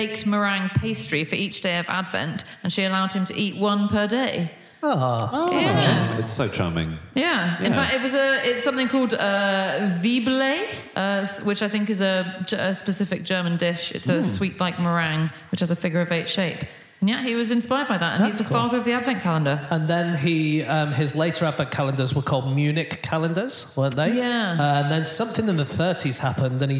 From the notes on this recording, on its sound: Live from Birmingham it's the Fish Christmas Special!